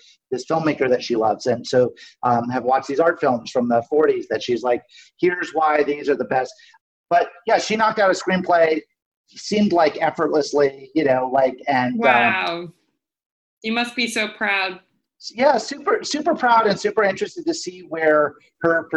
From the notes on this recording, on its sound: This episode was recorded remotely during quarantine. You might notice differing audio quality from previous episodes (this one sounds like a zoom call … because it is!).